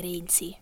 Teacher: I have a closed like a Milanese e, so I say Renzi. Rather than Renzi, which is see like e or e.